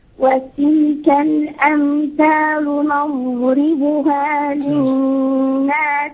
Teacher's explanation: طلعت فيها الاستطالة وطلع فيها الرخاوة، واضحة جدا أنها ضاد وليس ضاء، حافة اللسان مع الأضراس